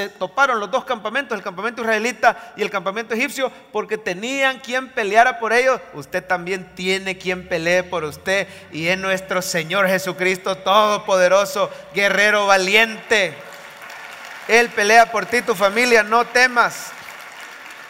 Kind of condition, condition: setting, live audience